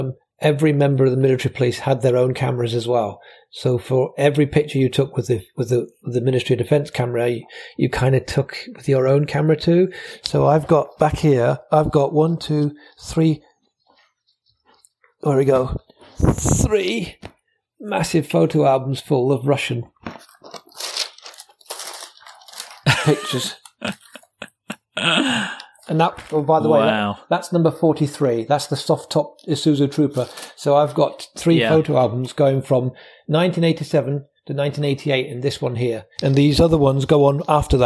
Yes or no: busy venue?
no